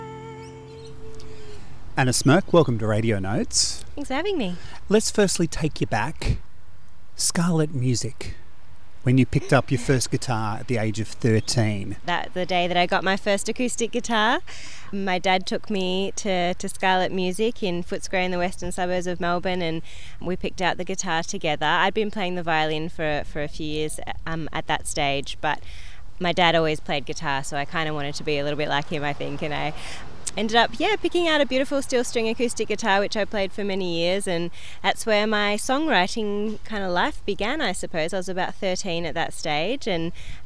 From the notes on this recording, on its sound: In a park in Thebarton (South Australia) to have a chat and perform some tunes from the latest release for radionotes.